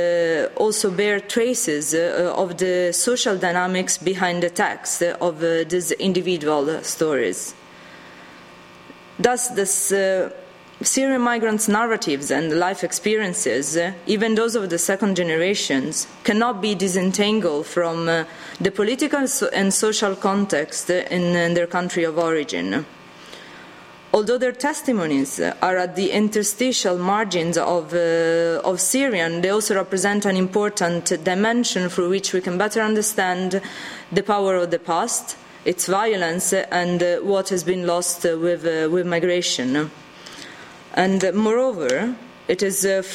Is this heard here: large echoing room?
yes